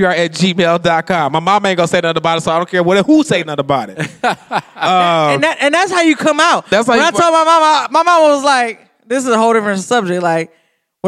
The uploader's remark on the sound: In their first-ever live recording at the Detroit is Different inaugural podcast festival, 2019.